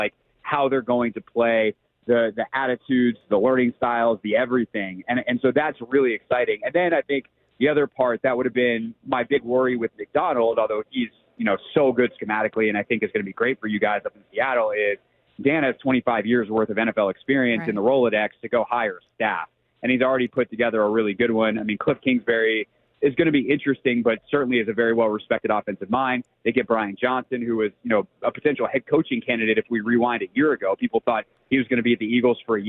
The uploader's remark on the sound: live at Super Bowl LVIII’s Radio Row